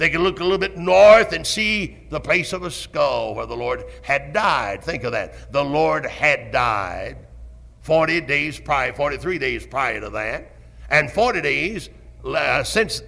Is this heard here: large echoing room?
yes